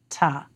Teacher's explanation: a brief blockage of the air with the tip of the tongue near the front of the mouth, on the ridge at the top, just behind the front teeth · Term: T sound